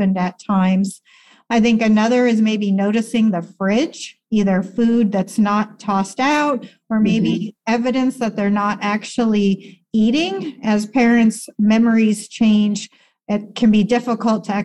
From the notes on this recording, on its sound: In this excerpt from a Zoom conversation. In this excerpt from a Zoom conversation.